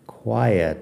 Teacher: Tiene ay, quiet. Es como un triptongo ahí en medio. Tres vocales.